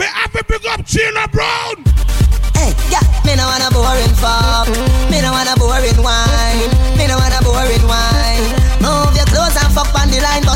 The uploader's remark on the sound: Live Audio Bashment Limón Costa Rica 05-12-2009